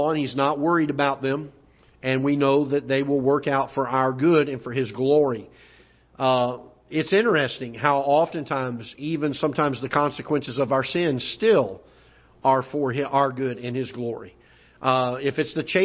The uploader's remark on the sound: Ketha Heights Baptist Church ~ Live Broadcast